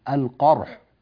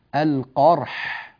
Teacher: حاء مكتومة، ليس فيها تلك البحة الجميلة المريحة التي تدل على نطق الحاء من مخرجها باستراحة · Shown in: first take · هذا غير موجود.